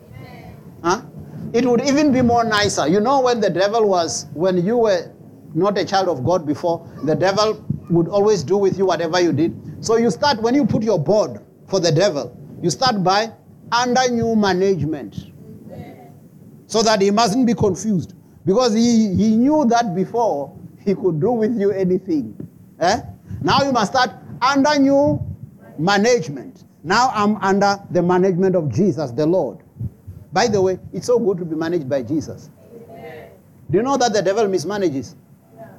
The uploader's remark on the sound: preached at Jesus the Saviour Church, 185 Bobs Way, Eersterivier, Cape Town on 10 December 2023